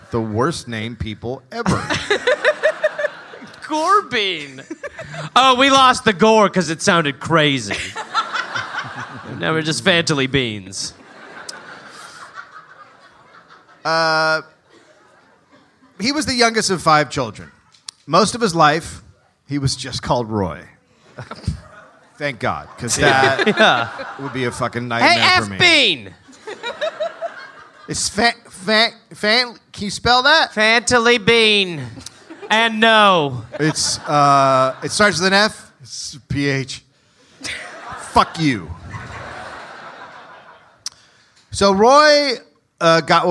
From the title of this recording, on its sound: Live in Austin